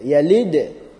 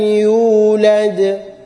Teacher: that da got jazam on top, sakin. So it must be also pronounced with qalqala.